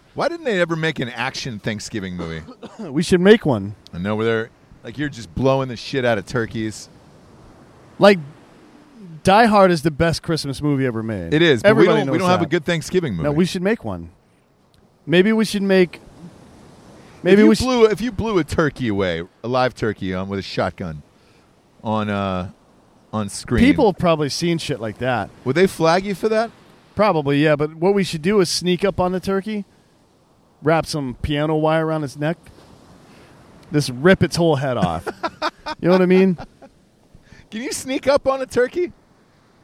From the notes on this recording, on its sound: Live From Plymouth Rock! Live from where the Pilgrims landed for a weird impromptu Thanksgiving show.